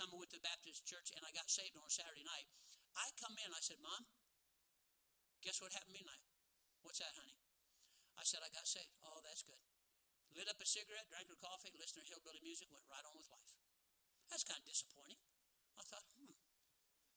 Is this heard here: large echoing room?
yes